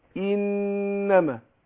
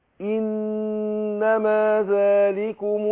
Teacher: النون غنة حركتين ومع الهمزة أبين الكسر اللي فيها